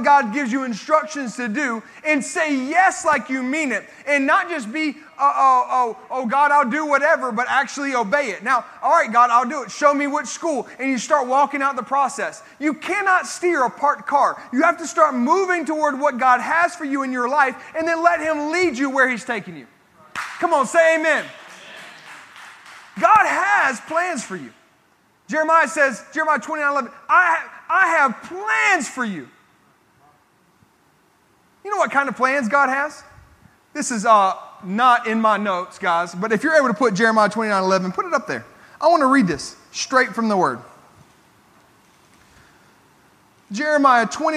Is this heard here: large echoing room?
yes